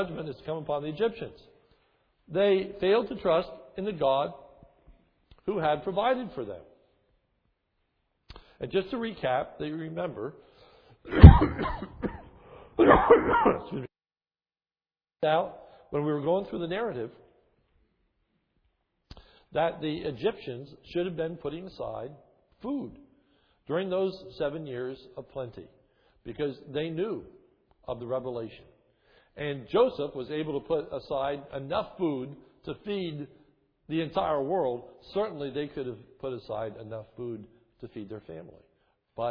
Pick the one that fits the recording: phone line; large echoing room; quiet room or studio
large echoing room